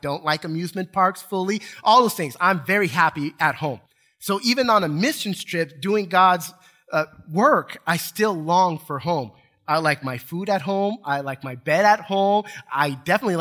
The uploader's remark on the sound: Recorded from South Gate Fellowship in Duncanville, TX on Sunday, January 30, 2022.